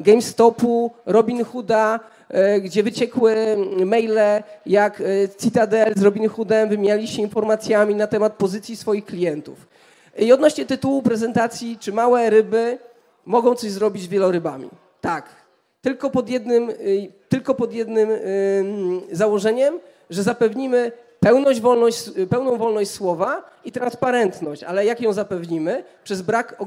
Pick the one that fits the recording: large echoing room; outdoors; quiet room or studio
large echoing room